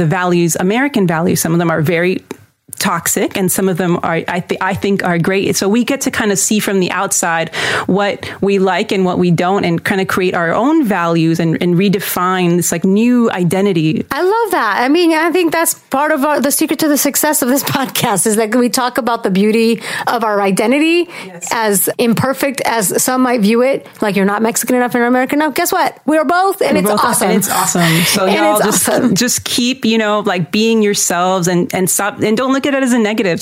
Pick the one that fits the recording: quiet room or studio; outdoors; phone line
quiet room or studio